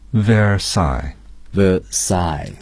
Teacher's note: 凡尔赛这个单词的重音是靠后的